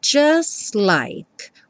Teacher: O T do just não é pronunciado, então o S já vai direto para o L.